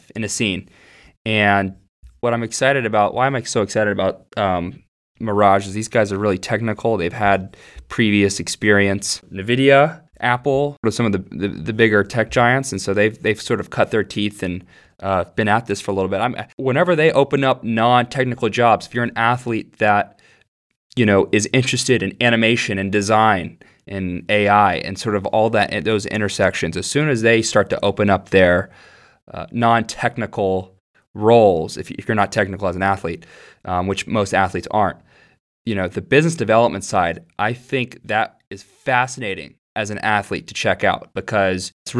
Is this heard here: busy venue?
no